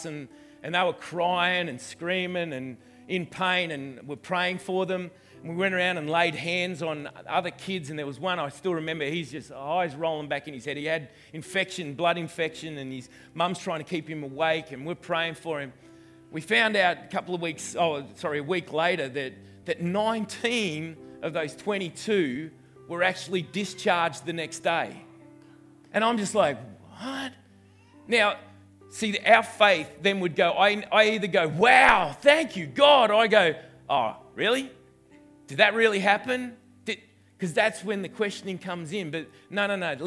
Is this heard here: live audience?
yes